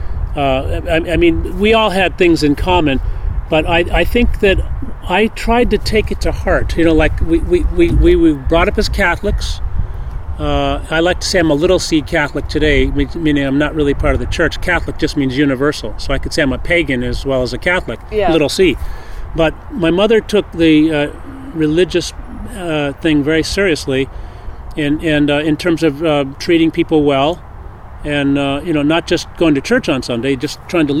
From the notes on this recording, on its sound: I step away from my Skype interview setup to head out into the urban wild